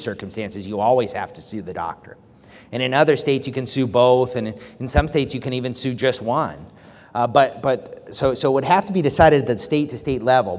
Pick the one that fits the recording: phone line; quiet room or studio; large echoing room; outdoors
large echoing room